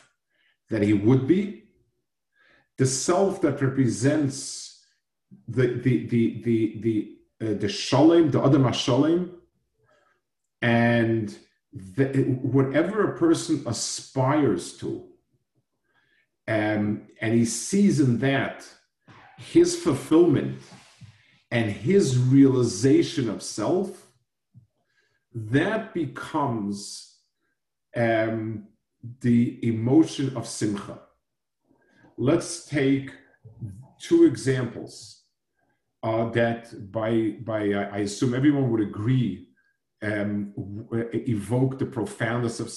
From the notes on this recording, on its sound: Delivered over Zoom to Asicha.